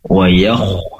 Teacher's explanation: Tapi wayakh, ya-nya tipis, kho-nya tebal.